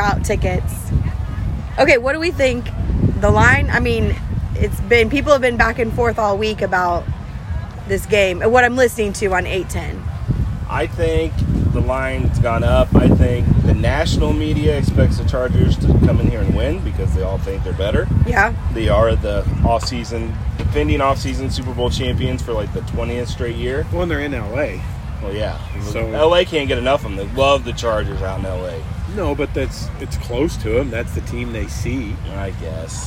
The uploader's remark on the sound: We are live from Arrowhead!!